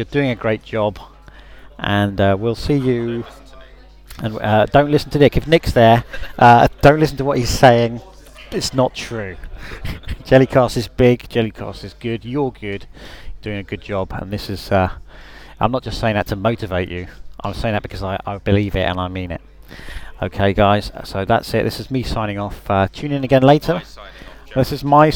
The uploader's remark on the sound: Live from a recent Jellycast promotional event